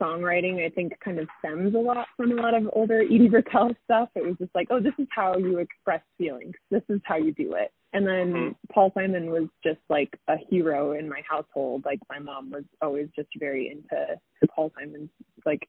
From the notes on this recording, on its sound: The sound quality isn't great because it was done over the phone.